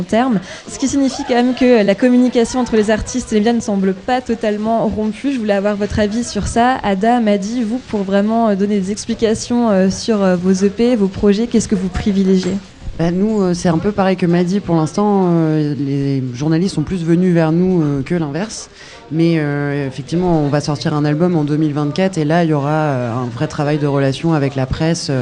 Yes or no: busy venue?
yes